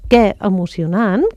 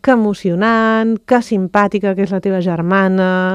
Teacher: Aquest que, encara que és exclamatiu i el vulguis fer molt intens i molt exagerat, és una vocal neutra, no porta accent. · Shown in: second take